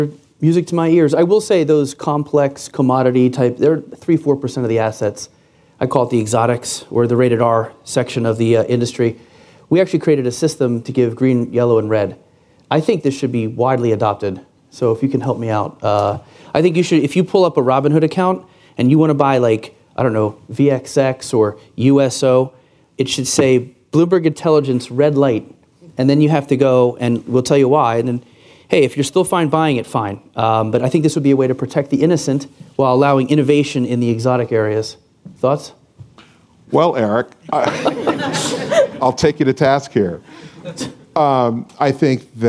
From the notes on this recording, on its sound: This special episode of Trillions was recorded in front of a live audience as a Bloomberg New Voices event.